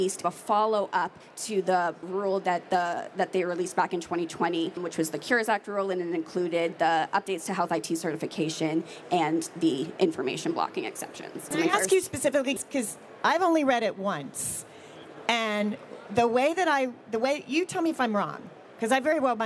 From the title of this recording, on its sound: Live at HIMSS 2023